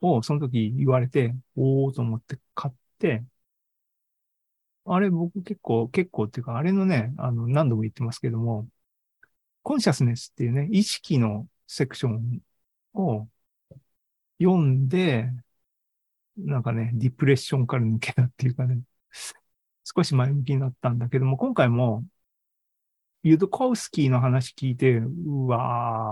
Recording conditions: video call